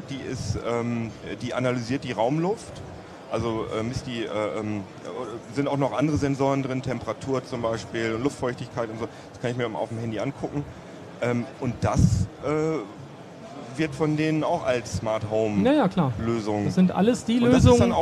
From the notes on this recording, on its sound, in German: Der Podcast wurde erstmals live ausgestrahlt - außerdem ging er zum ersten Mal nicht im Redaktionskeller über die Bühne, sondern mitten auf der IFA. Über den Heise-Messestand.